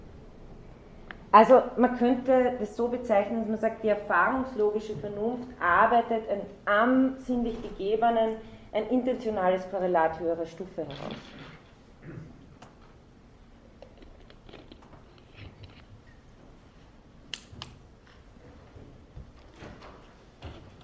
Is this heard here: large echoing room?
yes